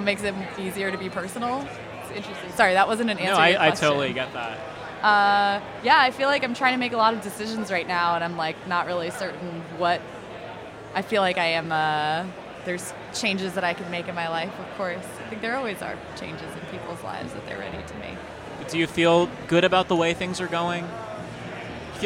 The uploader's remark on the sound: Live from INTERNET YAMI-ICHI.